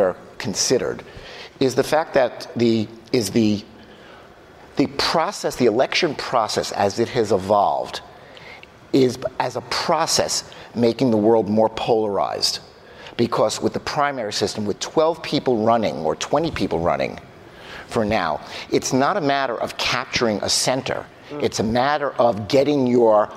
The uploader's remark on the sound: In a live interview at CITIZEN by CNN conference